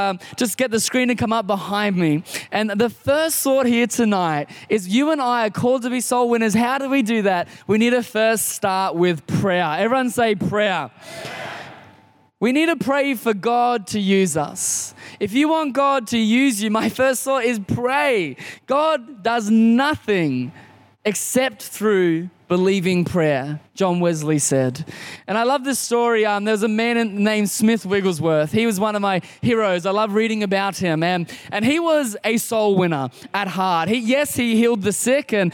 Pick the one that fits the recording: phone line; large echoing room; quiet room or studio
large echoing room